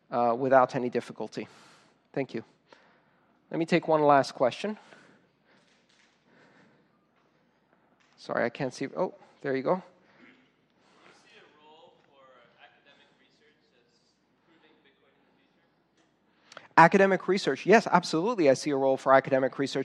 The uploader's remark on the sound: Talk recorded on January 27th 2015, at the O'Reilly Radar Summit "Bitcoin and the Blockchain" in San Francisco, CA.